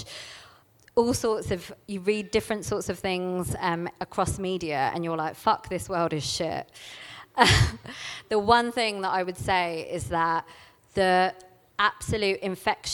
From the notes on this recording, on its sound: This talk was recorded at She Loves Plants 2019.